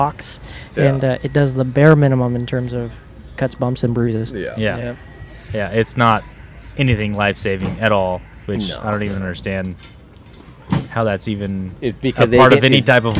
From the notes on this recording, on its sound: On location from Rigs & Brews. I hope you enjoy our first ever on location podcast from Rigs and Brews!!!